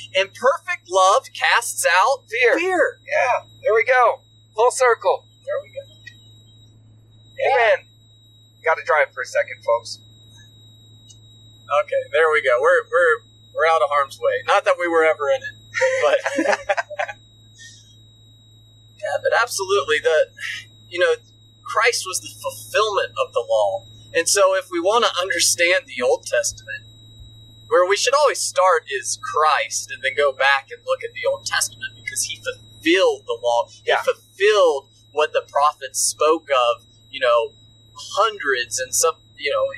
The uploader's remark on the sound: I apologize for the poor audio quality of the conversation, I was not able to make a high quality recording. We recorded this while driving across the country.